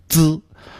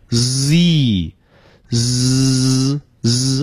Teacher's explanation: 我们发滋的时候呢是爆破音，就是舌尖先把两个牙齿中间堵住了 · Shown in: first take